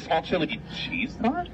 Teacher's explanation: you add an inflection of a question mark at the end of every sentence · Term: upward inflection